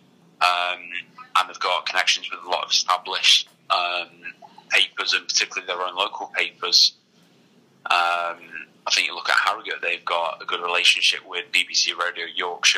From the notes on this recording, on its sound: Telephone interview